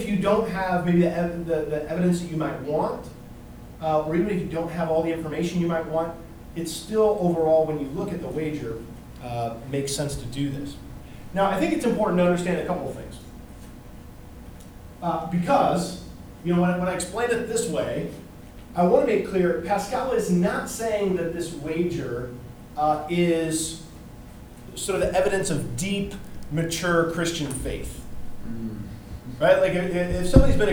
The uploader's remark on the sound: This is a recording of an in-class session, so it's a bit longer than the other episodes, and you can hear some good student questions and interactions as well.